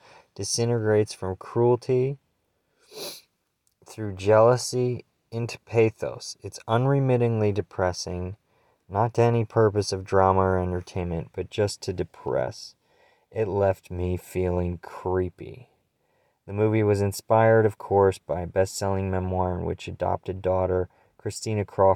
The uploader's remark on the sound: we were able to whip this one up with a cellphone and a prayer